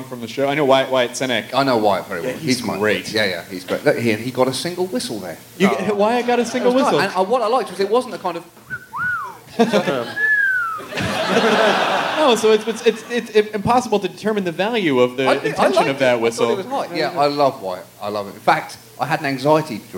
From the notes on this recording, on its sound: Recorded in front of a live audience at SxSW.